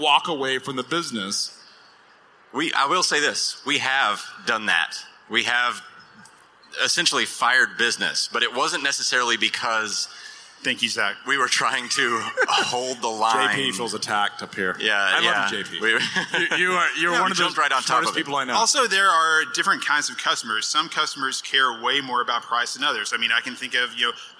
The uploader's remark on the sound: Live from the floor of FreightWaves LIVE Chicago